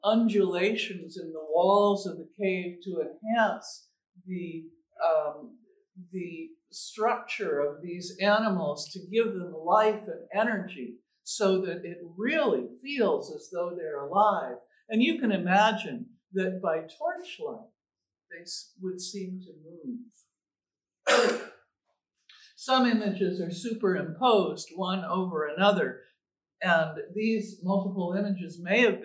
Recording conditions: large echoing room